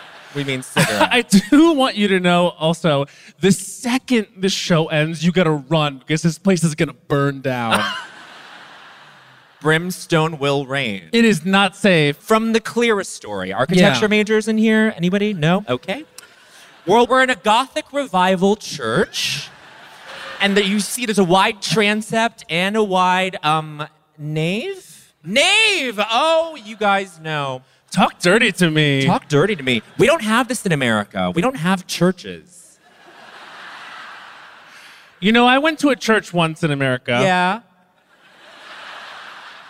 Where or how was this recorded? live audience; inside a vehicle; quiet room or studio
live audience